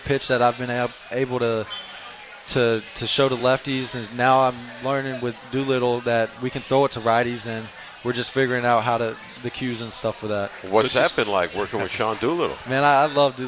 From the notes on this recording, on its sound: live from Duffy's Sports Bar & Grill